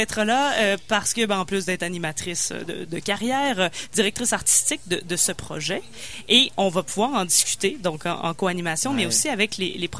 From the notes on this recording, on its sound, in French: Lors de l'émission Jamais comme tout le monde sur les ondes de CKRL 89,1, en direct du bar Le Sacrilège.